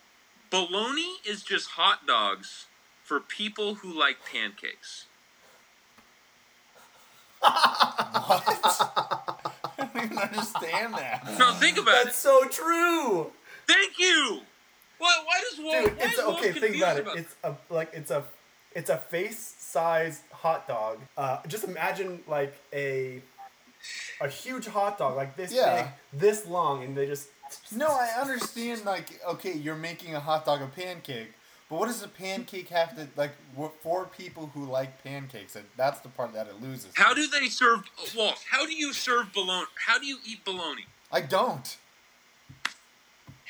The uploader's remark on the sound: The BN crew works through technical difficulties this week to bring you a shortened but hopefully entertaining episode.